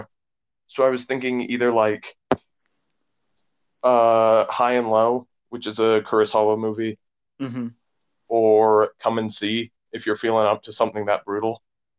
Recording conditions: drop-outs